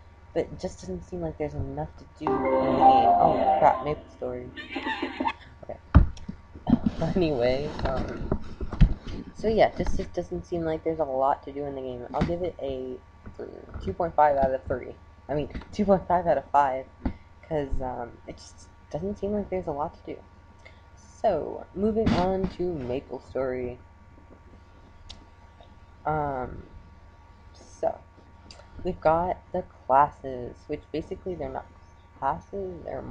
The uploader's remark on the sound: Srry for bad audio I didn't have my usual mic.